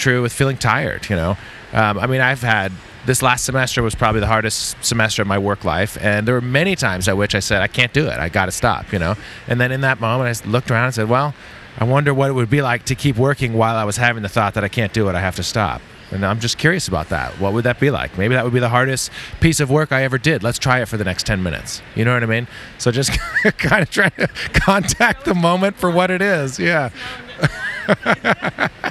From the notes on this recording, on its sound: This conversation was recorded in-person at the 2019 Association for Behavior Analysis International conference that was held in Chicago